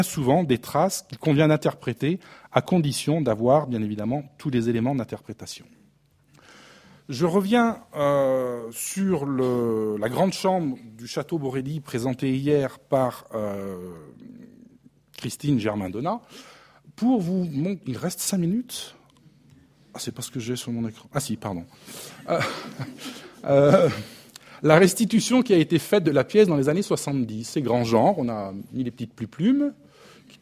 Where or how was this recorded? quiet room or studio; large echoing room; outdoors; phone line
large echoing room